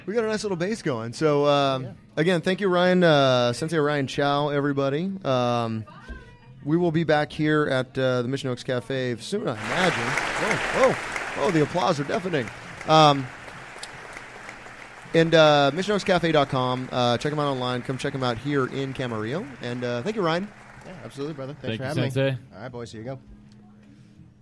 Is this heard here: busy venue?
yes